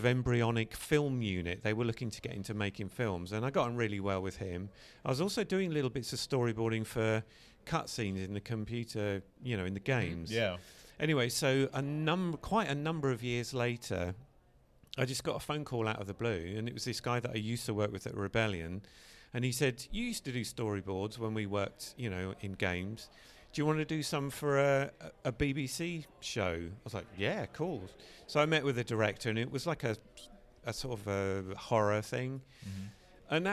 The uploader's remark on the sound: We’re live from TFcon Toronto 2022!